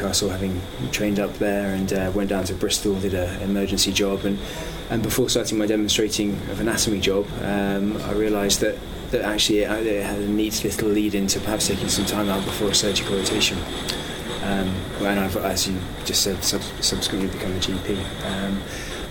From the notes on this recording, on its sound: Recorded at the 2014 British Cardiovascular Society meeting in Manchester